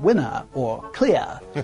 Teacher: mid-Atlantic speakers drop their R's at the ends of words like winner or clear · Term: lack of roticity